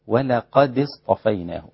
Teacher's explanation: اللام رقيقة لا تأخذ تفخيم القاف